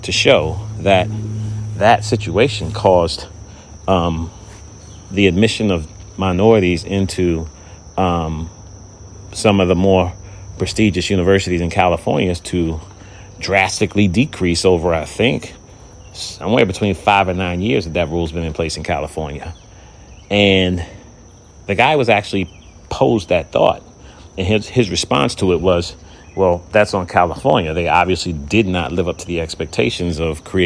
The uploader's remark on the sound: Experimenting with some recordings outside in the fresh air.